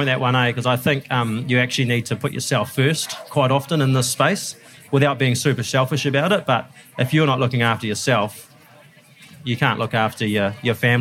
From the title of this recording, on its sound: Live from Fieldays